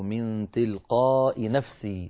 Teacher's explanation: هذه الياء لا تنطق، تنطق الهمزة فقط